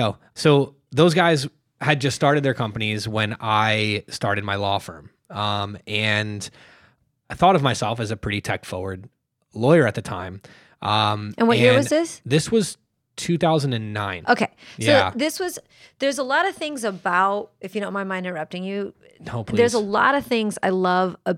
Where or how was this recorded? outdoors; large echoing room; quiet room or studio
quiet room or studio